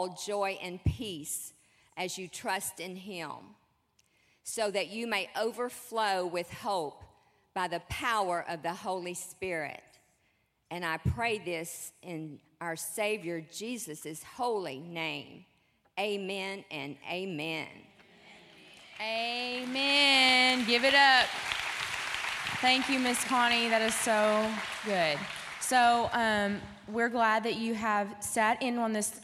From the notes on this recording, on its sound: Panel Discussion and Sermon from WOMAN Night, March 31, 2017, at the Cabot campus of newlifechurch.tv